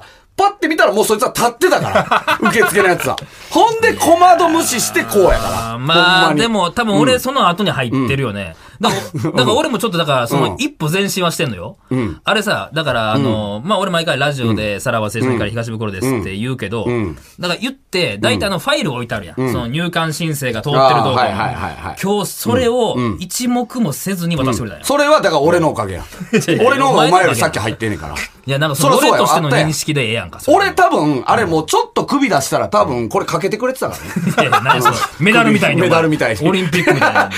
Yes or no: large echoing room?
no